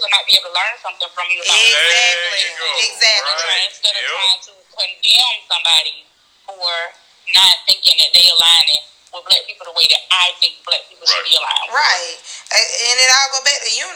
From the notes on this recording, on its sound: A special guest is welcomed with a surprise call in.